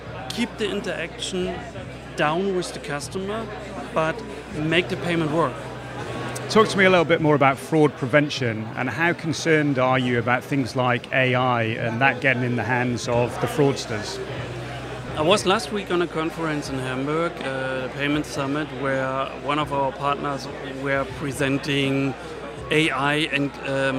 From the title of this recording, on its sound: Live from Fintech Talents Festival